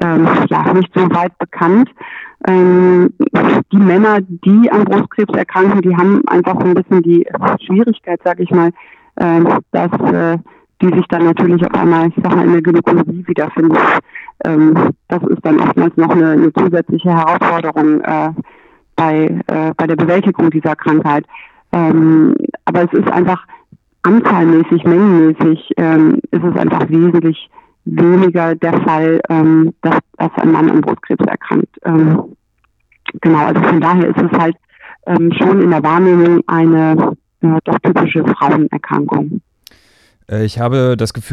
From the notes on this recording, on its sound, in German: Telefoninterview